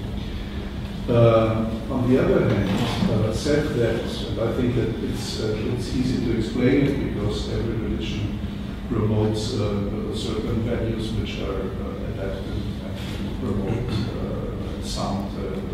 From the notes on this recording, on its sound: This panel discussion is from the 2010 meeting of the Property and Freedom Society